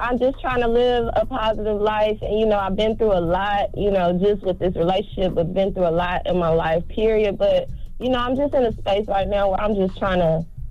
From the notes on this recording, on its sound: we opened up the phone lines to for listeners